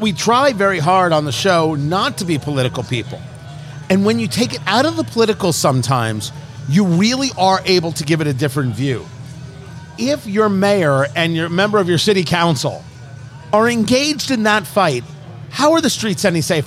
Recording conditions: busy venue